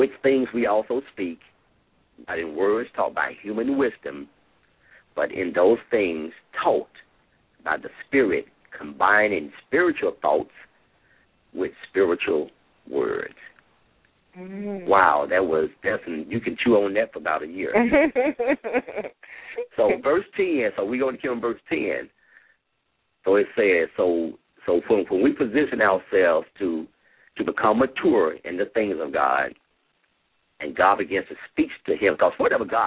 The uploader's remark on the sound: LML uses a progressive live call in format.